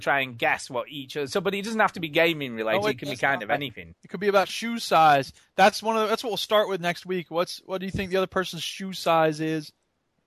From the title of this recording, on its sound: Live From The M25!